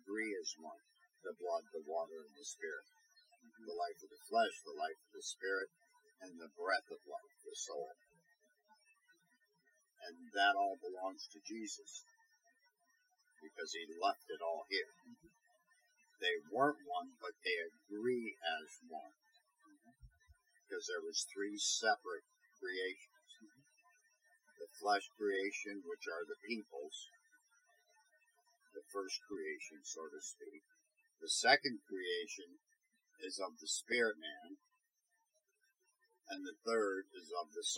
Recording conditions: poor sound quality